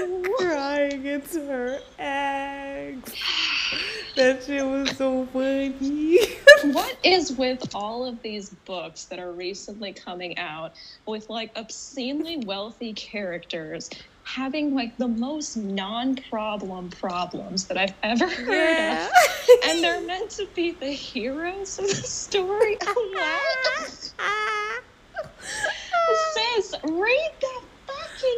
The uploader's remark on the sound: Audio's pretty wonky on these first three episodes coming back!